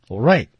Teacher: t 是肯定要失去爆破的